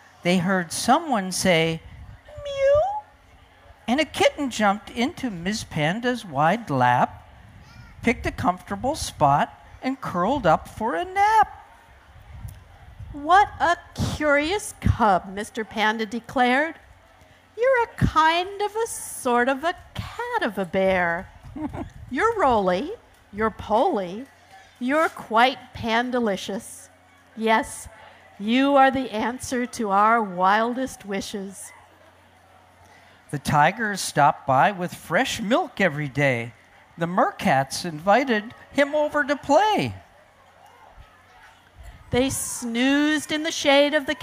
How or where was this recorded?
live audience